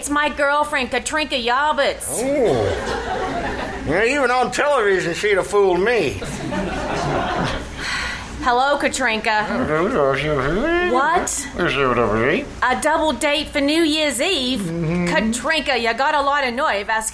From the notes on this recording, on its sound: performed live June 21-23 at the KCAL Radio Theater in downtown Nicholasville, Kentucky